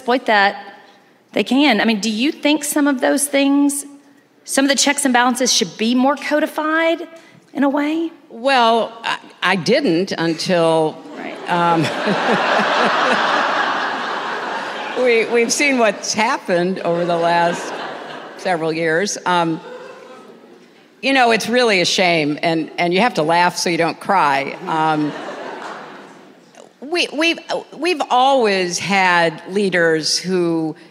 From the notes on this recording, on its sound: Speaks About Democracy to Sold-Out Crowd at Crystal Bridges.